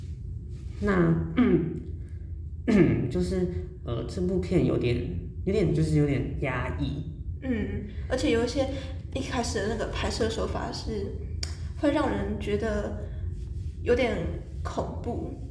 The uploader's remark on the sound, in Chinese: 回音較大，請見諒